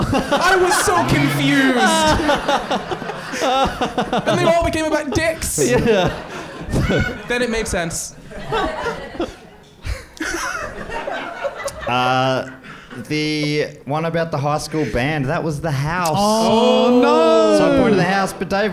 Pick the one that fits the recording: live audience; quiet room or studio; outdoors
live audience